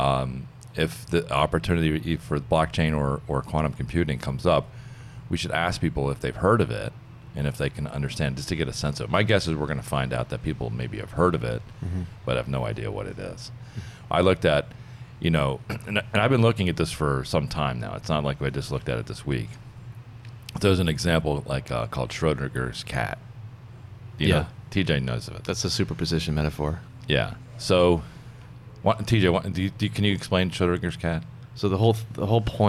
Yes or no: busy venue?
yes